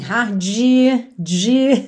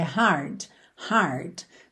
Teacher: não tem vogal, não tem um i depois desse d · Shown in: second take · então não pode ser de, é hard, hard, tá?